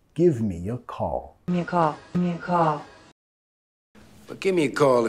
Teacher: Give me ya, metiendo un sonido Y ahí